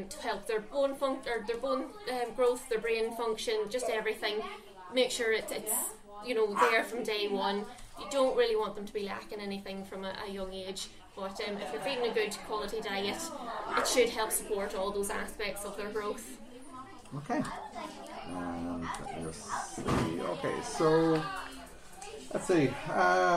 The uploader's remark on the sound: LIVE from the Puppy Party at Treaty Vets Limerick. Coming to you LIVE from Treaty veterinary Clinic in Limerick.